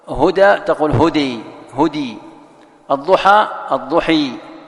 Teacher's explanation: أمامك الألف المقصورة، تميلها ماذا؟ تقلبها ياء، تقول هدى، تقول هدي هدي، الضحى الضحي، وهكذا.